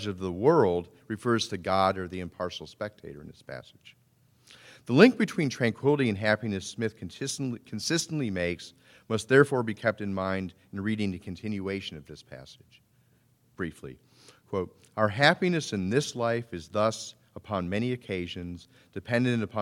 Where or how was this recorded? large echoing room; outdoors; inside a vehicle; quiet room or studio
large echoing room